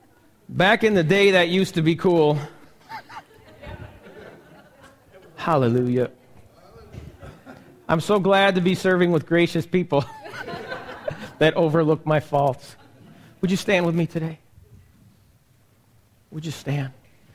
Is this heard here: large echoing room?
yes